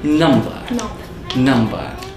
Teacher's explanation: If you want to use a British accent, just make the R disappear.